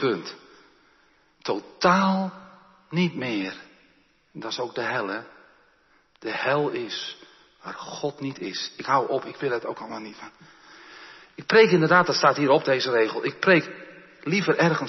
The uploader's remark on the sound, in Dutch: De preek is op 22 mei opgenomen in de Jeruzalemkerk te Groningen